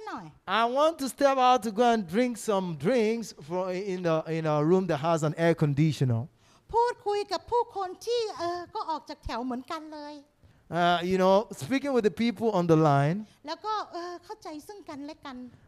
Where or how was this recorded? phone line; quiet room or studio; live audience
live audience